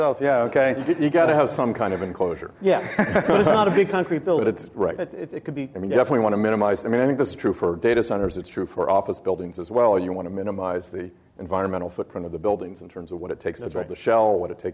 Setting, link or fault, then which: setting, live audience